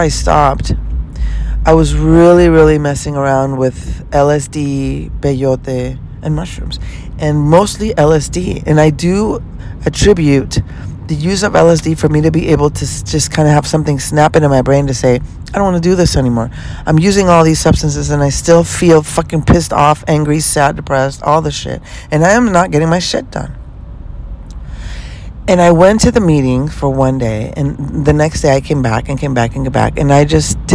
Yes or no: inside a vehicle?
yes